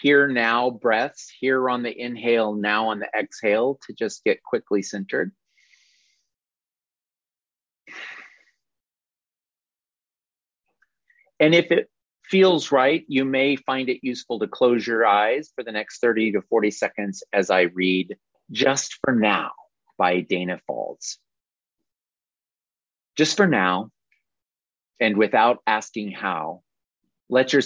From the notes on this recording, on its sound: This is the audio replay of a monthly Zoomy Zoom